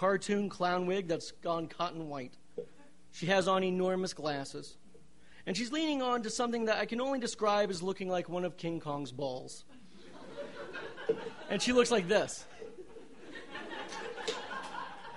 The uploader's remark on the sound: These stories were recorded on November 15, 2012 at The Deer Pile in beautiful Denver, Colorado.